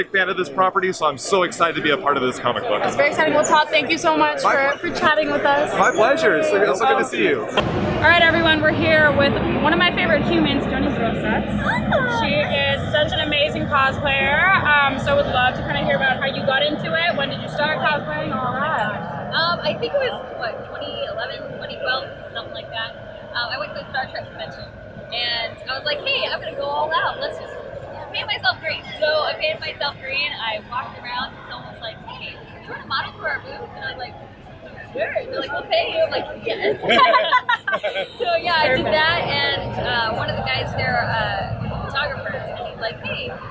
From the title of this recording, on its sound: Live From WonderCon2018!